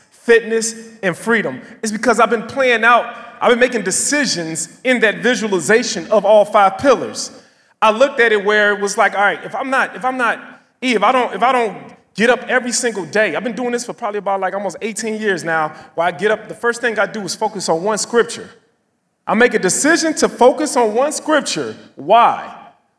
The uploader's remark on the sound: In this live episode from Mexico